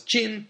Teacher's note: This Jurchen Jin dynasty was Jin, first tone, which means gold.